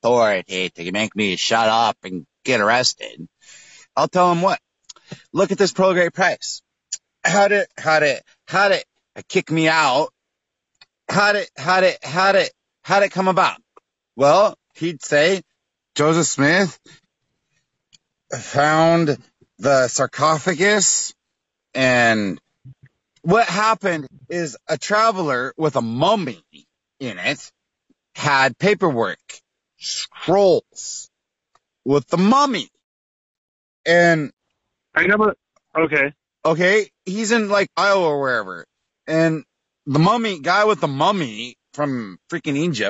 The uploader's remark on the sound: Phone Call